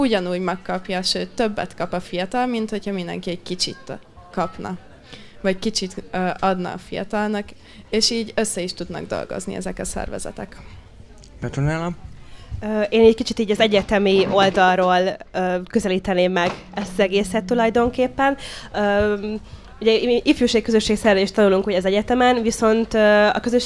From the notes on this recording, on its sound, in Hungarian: A felvétel a fesztiválon készült, így hanghibákat tartalmaz.